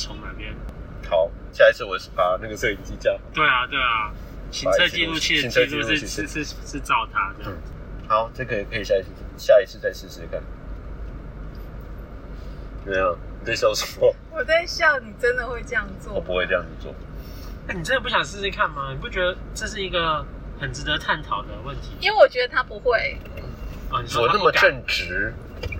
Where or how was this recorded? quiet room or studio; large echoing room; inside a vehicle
inside a vehicle